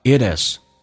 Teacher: It is 有连音叫 It is 浊化 T 变成 D